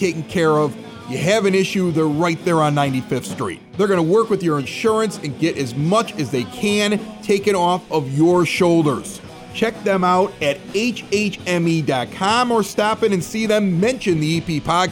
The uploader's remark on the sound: We are also at Music Fest this past weekend listening to live bands and hanging with neighbors in Evergreen Park